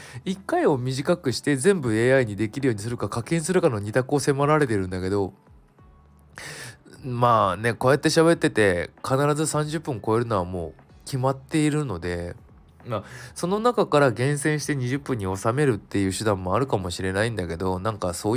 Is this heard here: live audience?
no